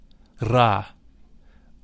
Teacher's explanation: It should be vocalized with a rolling R